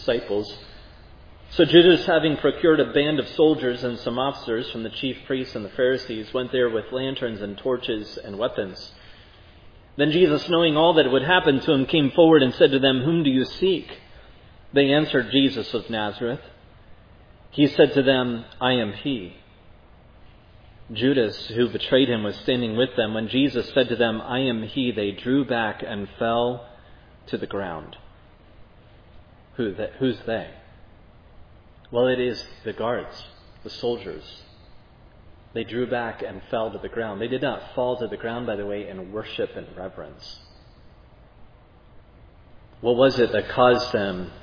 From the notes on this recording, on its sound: Was preached at Providence Church on Sunday, July 10, 2022.